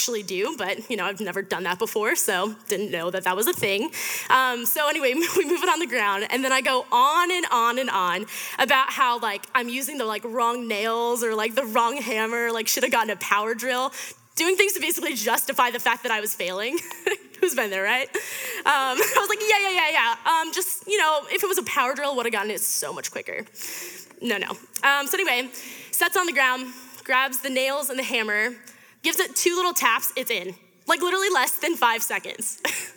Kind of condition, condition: setting, live audience